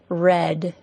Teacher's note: the tongue never touches the tooth ridge · Term: r sound